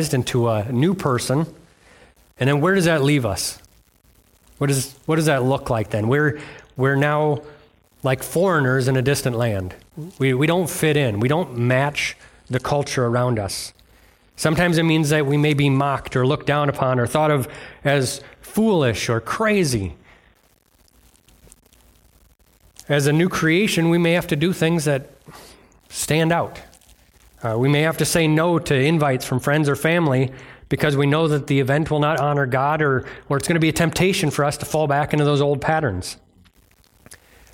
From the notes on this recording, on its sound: delivered on Sunday, December 31st at Bible Center Church in Maiden Rock, Wisconsin